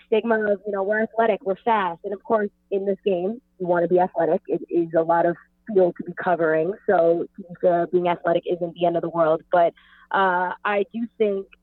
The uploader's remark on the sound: via phone